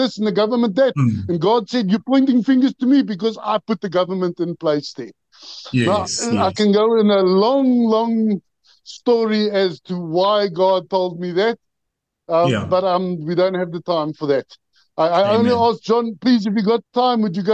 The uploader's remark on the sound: The Transformation Table Zoom Meeting 18 Jan 2024